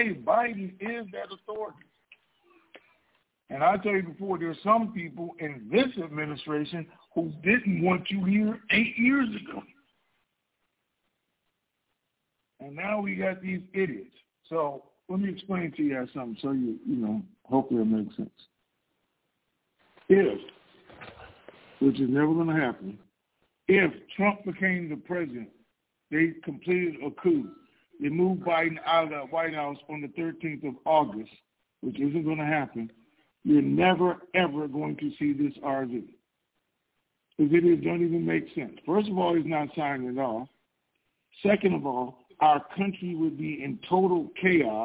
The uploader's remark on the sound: TNTSuperfantastic Conference Call